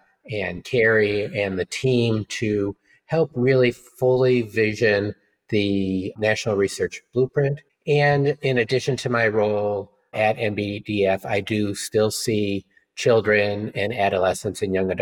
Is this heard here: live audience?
no